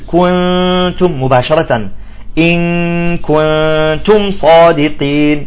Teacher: عند إخفاء النون يجب عدم إلصاق اللسان، فاللسان يكون يعني معلق